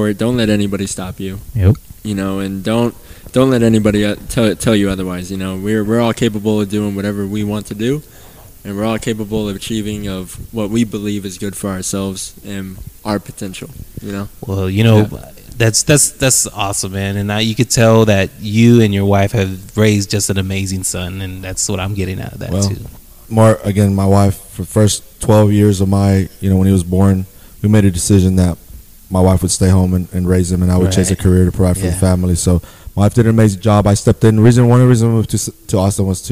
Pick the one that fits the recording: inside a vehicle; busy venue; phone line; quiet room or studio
busy venue